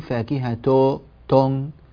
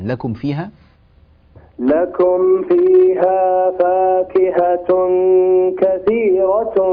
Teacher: لكم فيها فاكهة كثيرة، لا تقول فاكهة تون، لا تو. لاحظ ضم قوي، نريد أن نسمع ضما كاملا · Shown in: second take · Term: ضم الشفتين